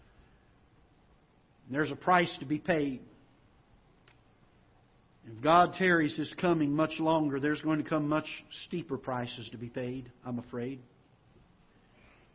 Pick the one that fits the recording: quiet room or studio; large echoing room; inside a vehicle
large echoing room